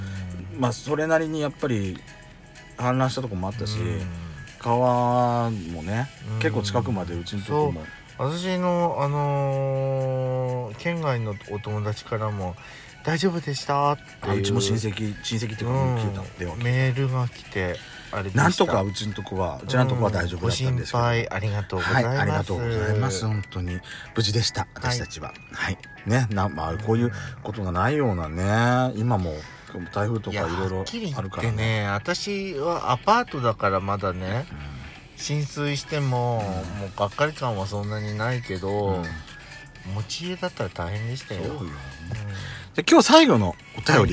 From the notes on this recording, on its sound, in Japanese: パーキング収録。